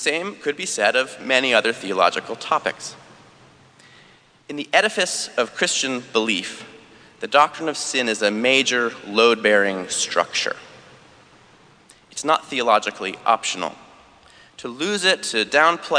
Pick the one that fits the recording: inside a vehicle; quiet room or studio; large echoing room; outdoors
large echoing room